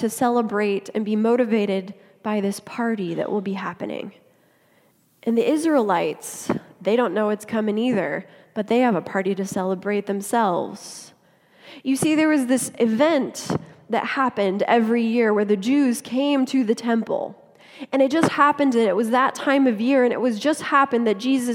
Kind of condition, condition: setting, large echoing room